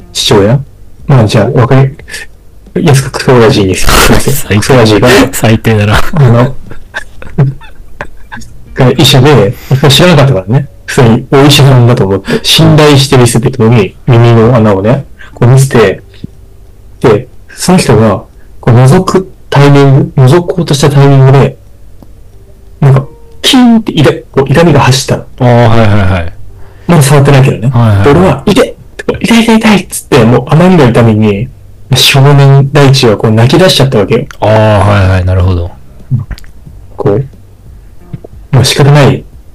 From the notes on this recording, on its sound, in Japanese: 前回と同様、設定ミスで軍事無線音質です。